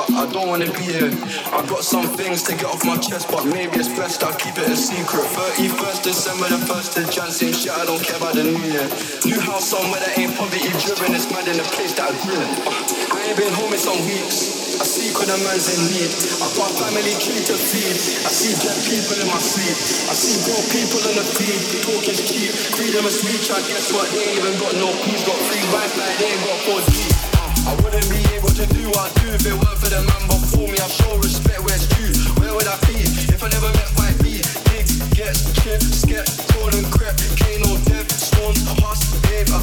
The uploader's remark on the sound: live from Elrow at The Drumsheds, London.